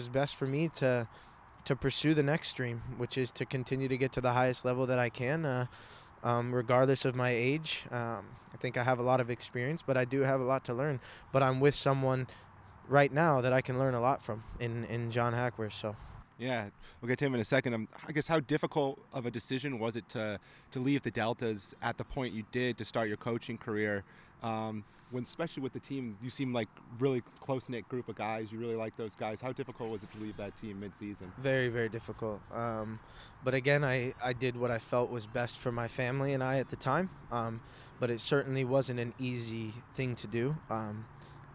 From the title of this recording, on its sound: Live From The Combine